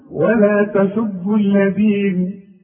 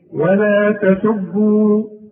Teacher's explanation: الواو الثابتة خطا في آخر الكلمة تسقط لفظا إن وصلت بساكن بعدها، وتثبت لفظا في حالة الوقف عليه.